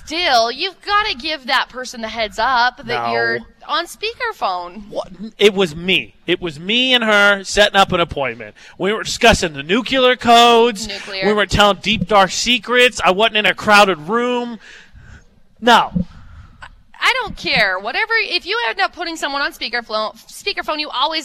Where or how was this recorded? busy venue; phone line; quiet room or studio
busy venue